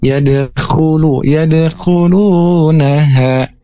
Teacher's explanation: Nah, di sini ada domah menghadapi wawu yaitu mad tabii. Dan tentunya dibacanya dipanjangkan dua harokat